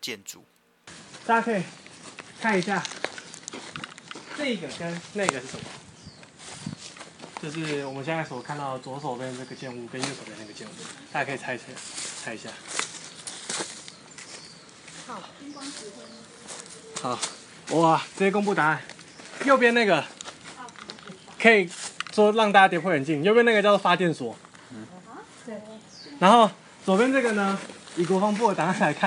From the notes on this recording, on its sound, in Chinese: 社寮東砲台(本部分有實境走訪錄音！)。槓子寮砲台(本部分有實境走訪錄音！)。